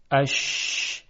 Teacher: خب ببینید، در موقع تلفظ حرف شین هوا روی سطح زبان منتشر میشه، اش، و به بیرون میاد این هوا. این صفت رو اصطلاحاً گفتن تفشی، یعنی انتشار هوا